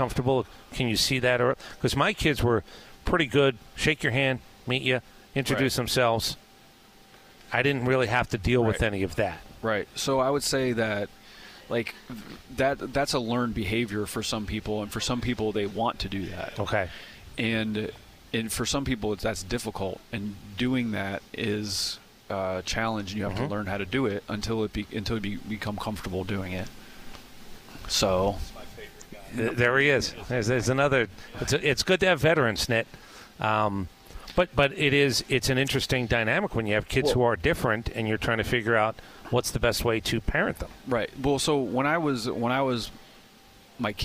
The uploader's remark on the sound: at 2024 Braves Fan Fest